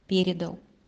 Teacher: В значении «вручил», «сообщил» должно звучать с ударением на первый слог «передал».